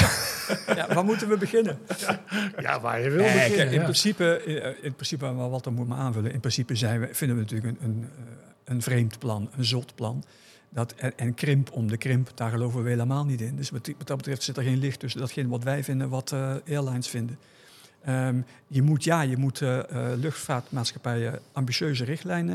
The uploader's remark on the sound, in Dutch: De Luchtvaartnieuws Podcast ging deze keer on tour, en was te gast in de vernieuwde LuminAir rooftop bar van het DoubleTree by Hilton in Amsterdam.